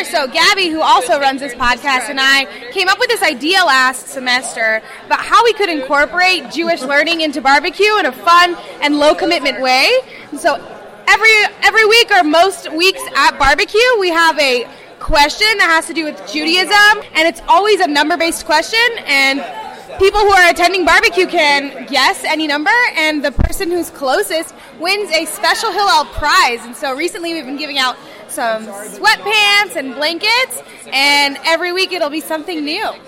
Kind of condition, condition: setting, busy venue